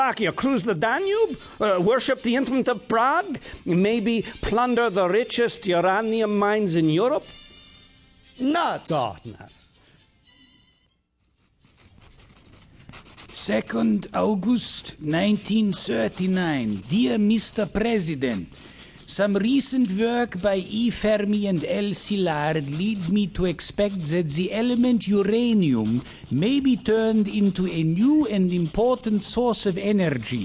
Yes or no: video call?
no